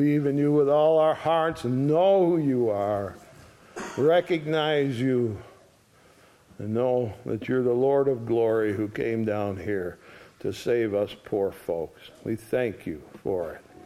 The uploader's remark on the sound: ESCBC Sunday Morning Service.